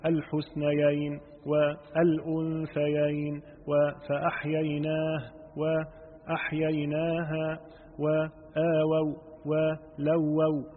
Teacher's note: وكذلك إن كانت الثانية منهما ساكنة نحو الحسنيين والأنثيين وفأحييناه وأحييناها وآووا ولووا وما أشبه، فيلزم بيان الياءين والواوين من غير مد